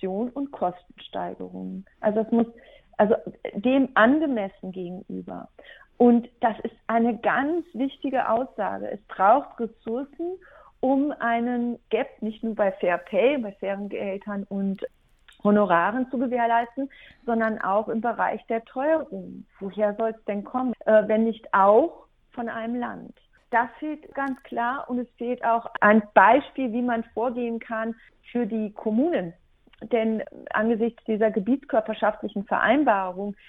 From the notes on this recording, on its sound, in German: Beantwortete in einem Telefoninterview Fragen zur Kulturstrategie 2023.